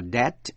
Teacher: Chữ B cũng không đọc trong chữ debt · Term: Âm B cũng câm